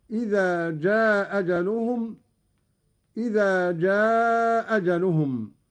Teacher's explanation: قوله تعالى: لكل أمة أجل إذا جاء أجلهم. قرأ قالون بإسقاط الهمزة الأولى، وله القصر والمد